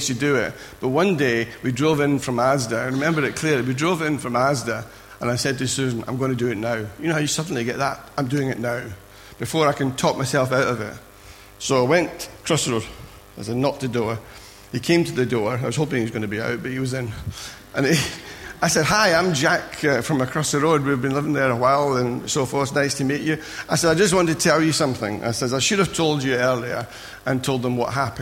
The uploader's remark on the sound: Recorded at freedomcentre church, Preston on Sunday 23rd April 2017